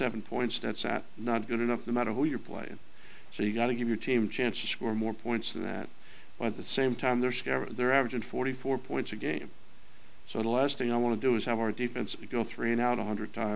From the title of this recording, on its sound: Press Conferences & Post-Game Interviews